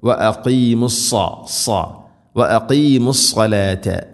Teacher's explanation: സാദ് ഇസ്തിഇലാഇൻ്റെ അഥവാ സ്വരഭാരത്തിൽ ഉച്ചരിക്കേണ്ട അക്ഷരമാണ്, കനപ്പിച്ച് ഉച്ചരിക്കണം